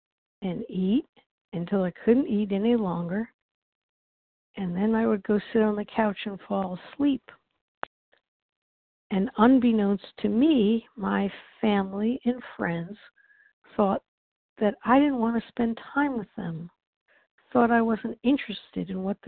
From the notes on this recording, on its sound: 100 Pounders Phone Meeting.